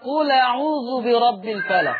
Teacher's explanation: شيل الهمزة وخد الفتحة حطها على اللام فتبقى قل أعوذ برب الفلق.